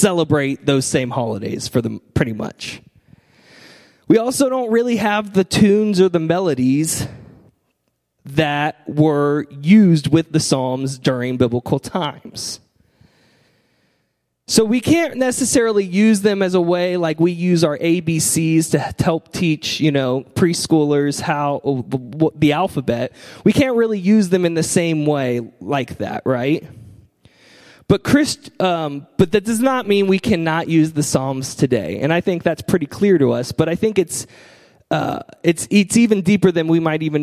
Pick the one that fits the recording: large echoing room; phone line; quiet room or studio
large echoing room